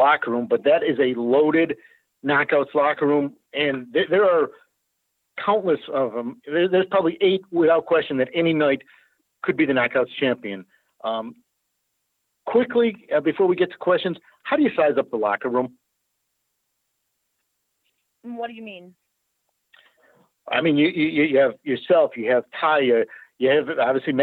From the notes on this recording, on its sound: full audio from the May 31, 2018 Impact Wrestling media call